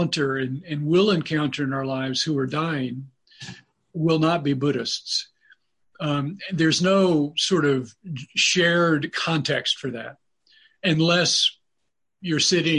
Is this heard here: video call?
yes